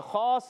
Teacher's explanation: Scene को सीटी के साथ अदा करना है, बारीक रंगना है।